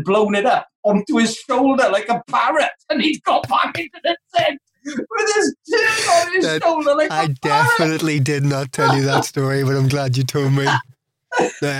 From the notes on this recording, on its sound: Recorded via Zoom, June 2020. Studio facilities provided by irishvoiceovers.co.uk.